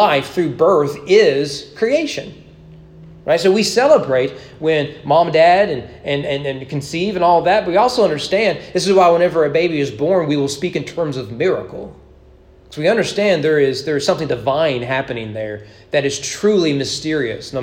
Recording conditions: large echoing room